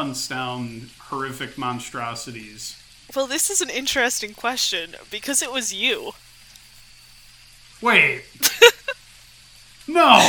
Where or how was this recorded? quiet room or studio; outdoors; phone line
outdoors